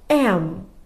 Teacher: fechando os lábios, porque termina com som de M